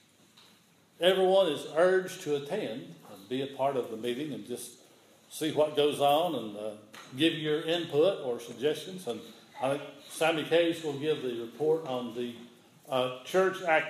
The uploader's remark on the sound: This is an audio recording of the Sunday morning worship service at Persia United Methodist Church in Rogersville, TN on Sunday, November 8, 2015.